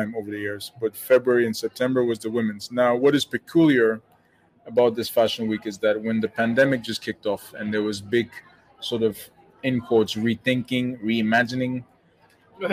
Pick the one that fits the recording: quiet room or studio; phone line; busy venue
busy venue